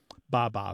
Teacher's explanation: It's such a basic fundamental sound that B sound coming off the lip followed by a vowel is also very similar to the first sounds that babies make.